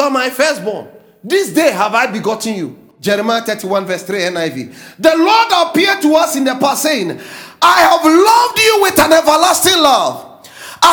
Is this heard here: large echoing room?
yes